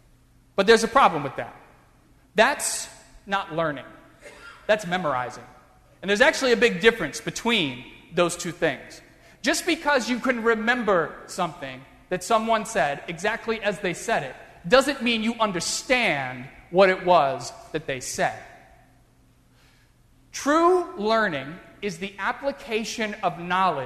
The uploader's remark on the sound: during the Heritage service (10:30 am) on Sunday June 19, 2016, at First Presbyterian Church of Arlington Heights, Illinois.